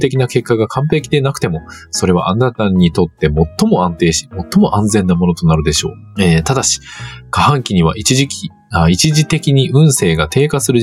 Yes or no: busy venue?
no